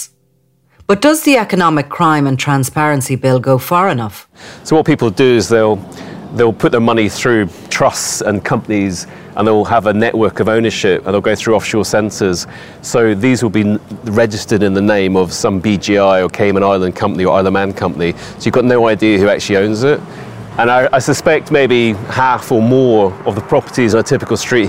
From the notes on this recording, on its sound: I’m in Knightsbridge outside the Mandarin Oriental Hotel, the epitome of London style and wealth. I’m on a mission to walk the streets and the neighbourhoods of Belgravia and Chelsea.